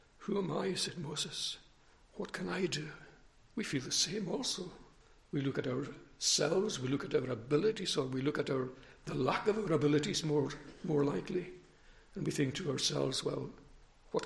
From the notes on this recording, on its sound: recorded at North Harris Free Church on Sunday Morning 5th September 2021